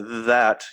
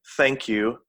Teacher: We have a voiced sound, which is th, and an unvoiced sound, which is th.